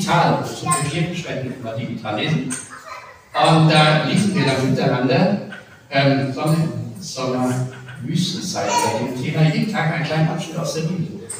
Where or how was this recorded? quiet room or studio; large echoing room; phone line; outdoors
large echoing room